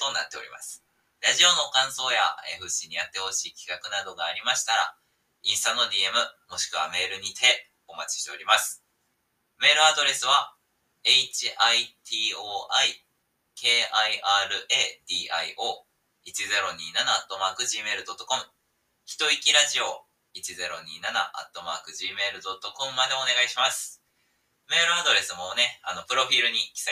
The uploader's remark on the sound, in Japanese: 音質悪くなっております！！今回は音質悪目です！（やらかしましたｗ）。